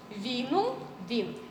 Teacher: кількісна редукція ненаголошених звуків наприкінці слова «віном» – «він»